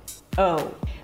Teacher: remember to insert that extra W after the O · Term: O as in go sound